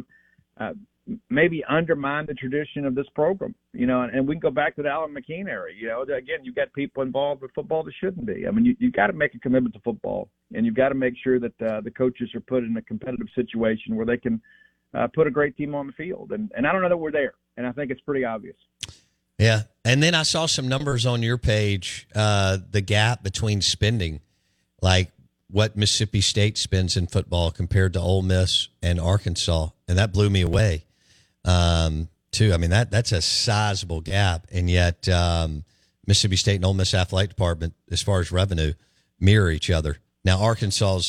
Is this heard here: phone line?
yes